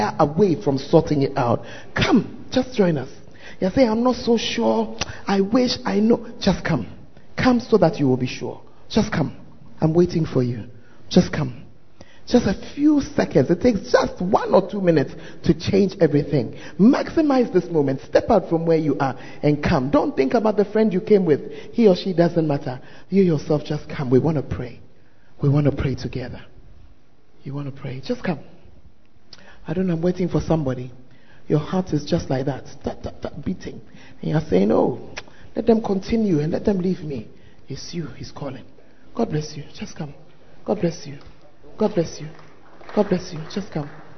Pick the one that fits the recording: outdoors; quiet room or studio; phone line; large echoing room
large echoing room